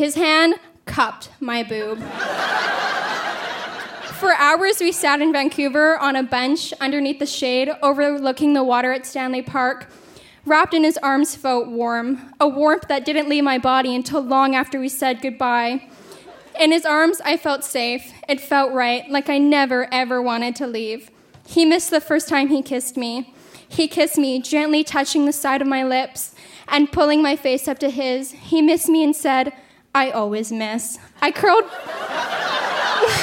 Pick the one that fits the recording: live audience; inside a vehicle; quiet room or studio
live audience